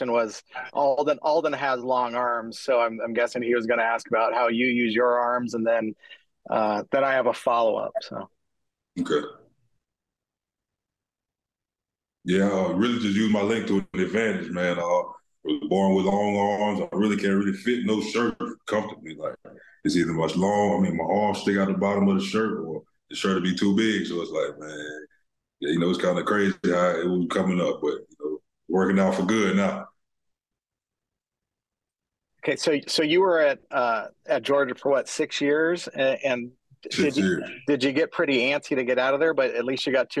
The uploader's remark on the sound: called in for an introductory press conference